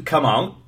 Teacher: the final t sound was dropped. It was elided. It was omitted. · Term: elision